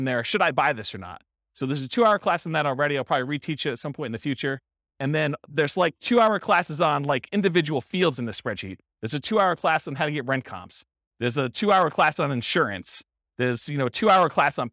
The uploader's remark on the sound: This was a live class recorded.